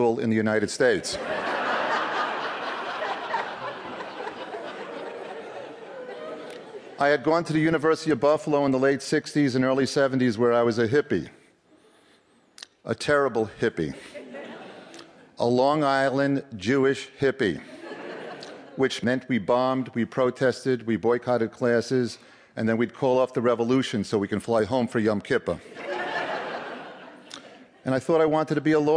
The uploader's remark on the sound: This piece was recorded at Un-Cabaret's reading series "Say the Word", featuring great comedy writers reading their own original first-person nonfiction at the Skirball Cultural Center in Los Angeles.